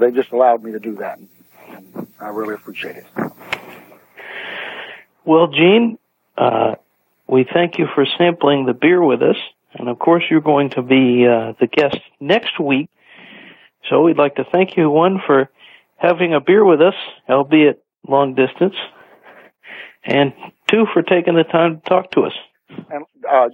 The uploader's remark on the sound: They sampled the beer via telephone which was broadcast over the radio. It was an interstate beer-sampling.